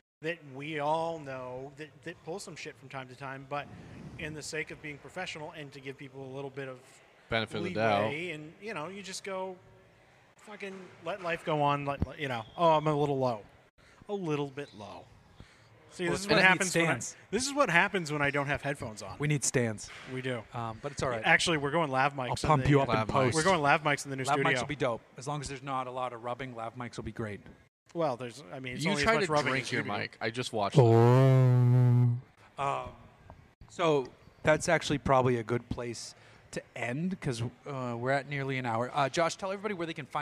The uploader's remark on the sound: We're recording at 4 Sons Brewing once again